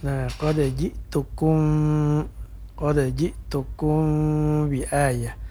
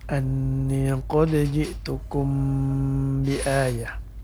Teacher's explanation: Padahal di sini namanya ikhfa syafawi. Ikhfa artinya samar-samar ya, atau antara bunyi mim sukun dengan huruf ba yang ditemuinya. · Shown in: first take